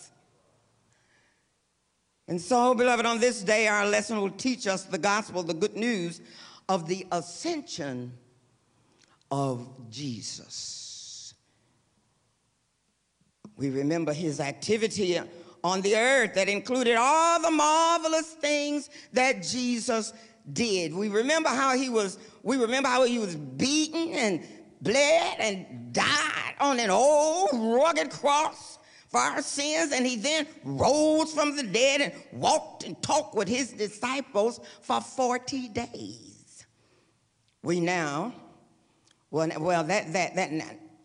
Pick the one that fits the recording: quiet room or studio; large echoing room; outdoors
large echoing room